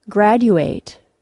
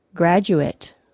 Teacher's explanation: When a verb has the ATE suffix, the ATE is pronounced with a long A. · Shown in: first take